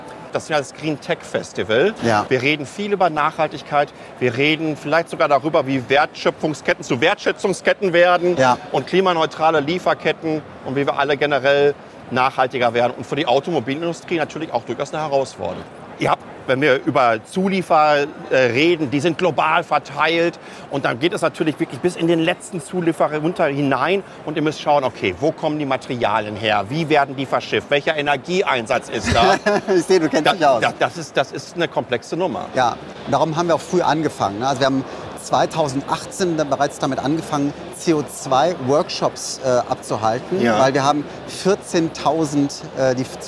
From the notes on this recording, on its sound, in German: Auf dem diesjährigen Greentech Festival in Berlin